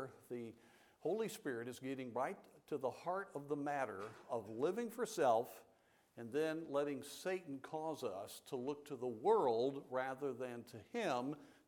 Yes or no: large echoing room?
yes